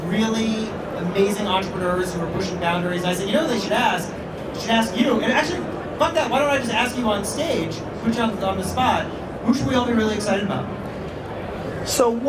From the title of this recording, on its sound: A Fireside Chat With Samsung NEXT at CES 2017